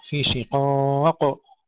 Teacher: الوقف على في شقاق، ننتبه ألا نشدد القاف، القاف مقلقلة لكنها ليست مشددة. بعض الإخوة يقولون شقاق يشددون قبل القلقلة وهذا خطأ، فالقاف هنا ليست مشددة، فنركز أن نقلقلها فقط.